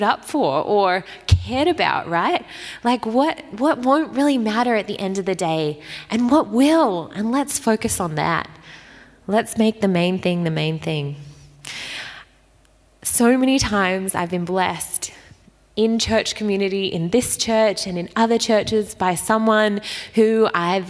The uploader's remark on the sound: Recorded at Restore Church on August 1st 2021